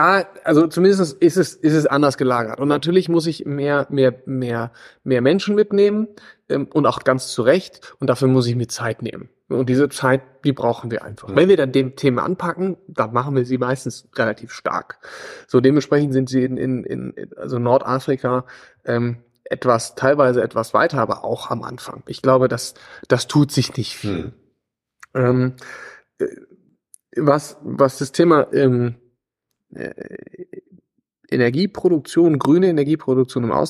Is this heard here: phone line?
no